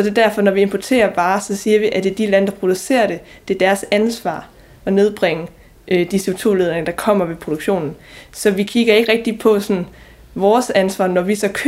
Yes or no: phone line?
no